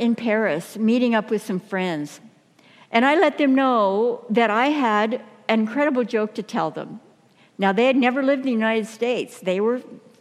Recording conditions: live audience